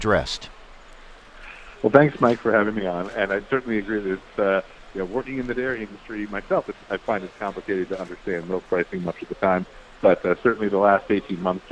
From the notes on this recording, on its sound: reports live from Husker Harvest Days in Grand Island, NE from the Syngenta tent